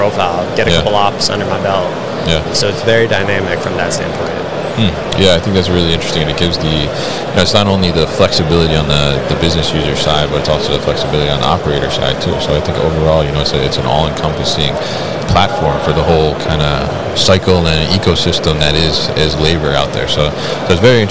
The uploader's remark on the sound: Veryable at MODEX 2022